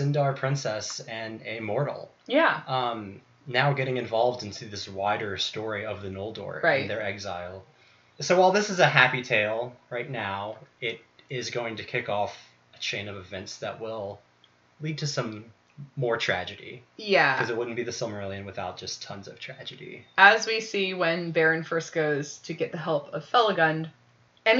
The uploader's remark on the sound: Apologies for the sound quality on this one, we had some of our equipment malfunction. Usually we would re-record, but this was already our second recording on these chapters for other reasons.